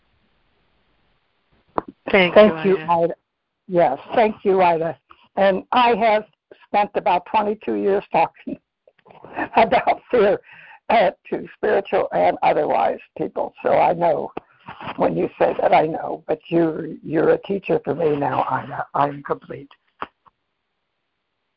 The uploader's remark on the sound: ACIM Daily Conference Call.